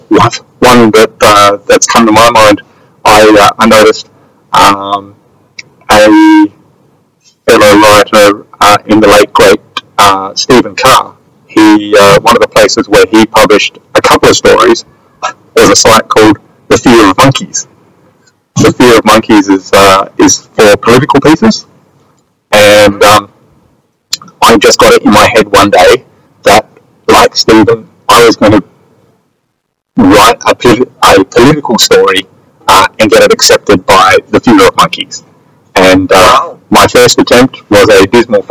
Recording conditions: poor sound quality